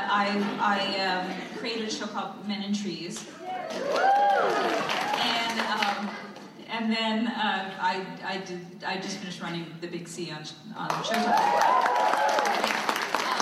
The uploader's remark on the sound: Dawson's Creek writers room reunion. Recorded at ATX Television Fest in June 2015.